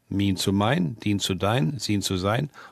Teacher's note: Ein langes I wurde zu Ei · Term: Diphthongierung